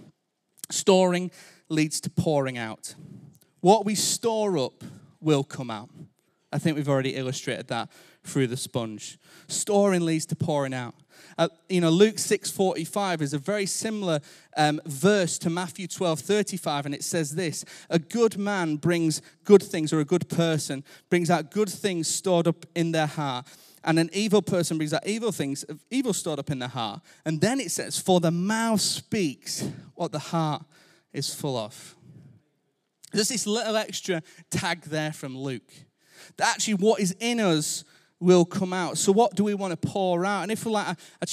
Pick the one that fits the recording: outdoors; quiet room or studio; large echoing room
large echoing room